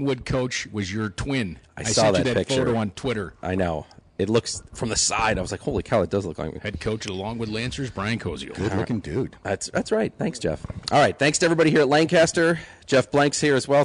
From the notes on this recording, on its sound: live from Lancaster Country Club.